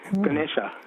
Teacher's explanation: Yeah, they delete the A's. Even the first A is almost a schwa, Ganesha.